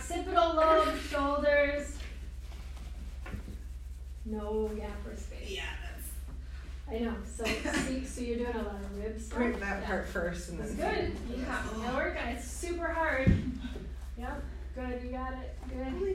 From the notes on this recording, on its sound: This is a live recording from a workshop.